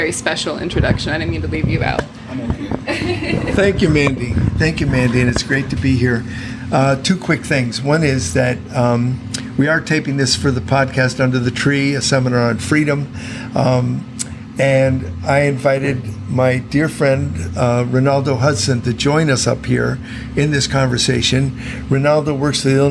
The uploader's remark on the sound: Was recorded at the intrepid, worker-owned bookstore, Pilsen Community Books, a familiar and favorite haunt of ours.